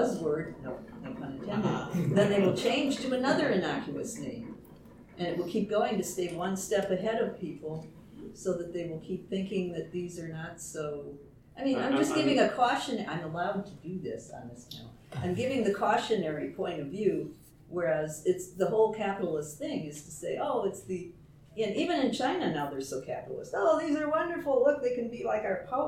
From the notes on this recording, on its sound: Recorded 11/10/2023 Live at TusCon 50